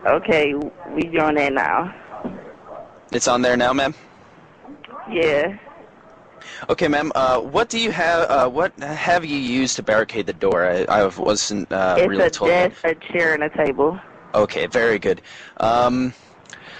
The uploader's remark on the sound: Prank Phone Calls